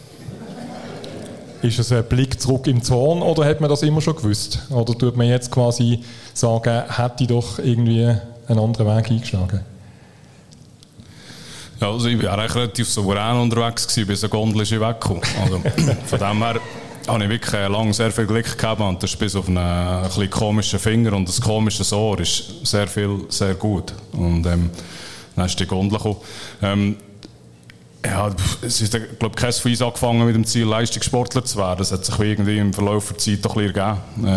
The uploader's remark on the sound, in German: beim ersten Podcast-Live-Event in Solothurn